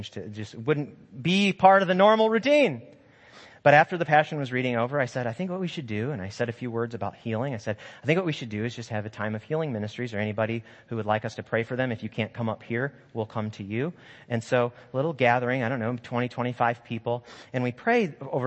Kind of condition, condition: setting, large echoing room